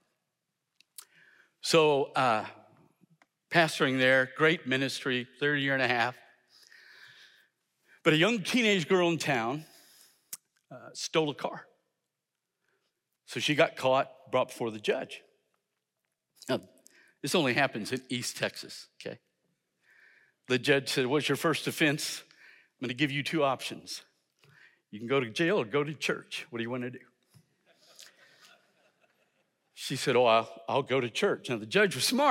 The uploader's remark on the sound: in #SWBTSChapel on February 7, 2023